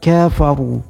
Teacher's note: ra lafadz dengan tafkhim, setiap baris ra yang dhammah, baris ra yang fatah, baris di atas, maka lafadznya dengan tafkhim, artinya tebal.